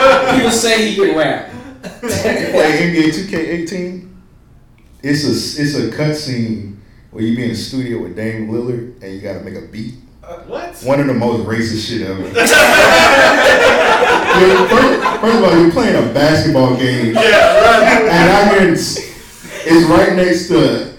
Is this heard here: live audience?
yes